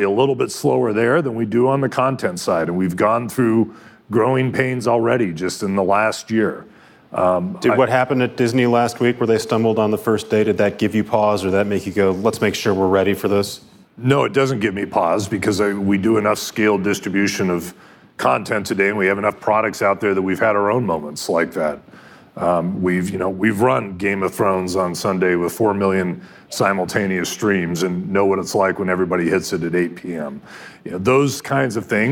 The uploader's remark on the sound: on stage at Code Media in Los Angeles